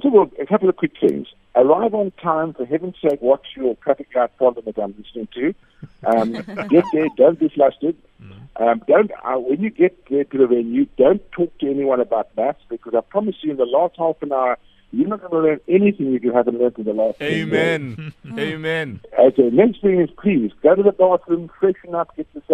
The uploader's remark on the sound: PHONE INTERVIEW